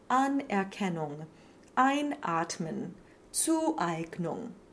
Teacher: when an is a prefix, it's the stressed syllable and, when followed by a vowel in speech, will have a slight glottal before the next syllable